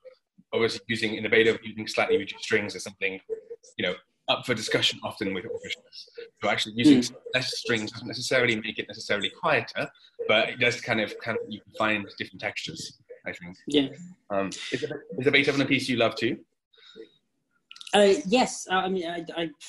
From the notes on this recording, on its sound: Instead, here they meet for the first time, on Zoom.